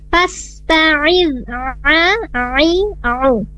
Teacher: huruf ain ini makhrajnya dari wasatul halq, tengah-tengah tenggorokan.